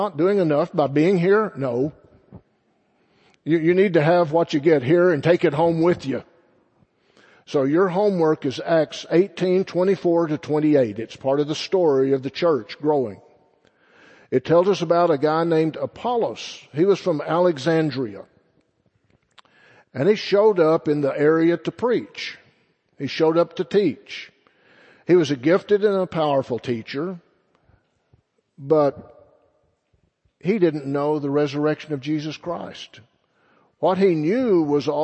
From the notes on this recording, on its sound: Sunday Morning Sermon First Baptist Church Belton Texas